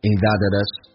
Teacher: That 跟 it 跟 is 叫 that itis，而且它用降调读 · Term: 连音